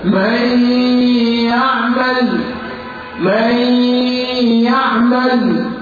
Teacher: أنا هشيل النون وهعمل جنة · Term: إضمام بجنة